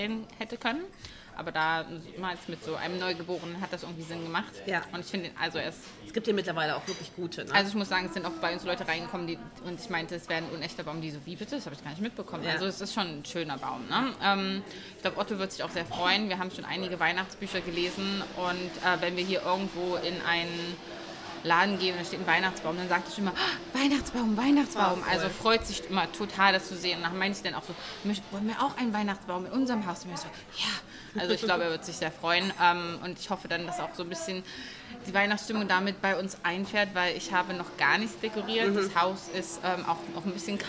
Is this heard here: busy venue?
yes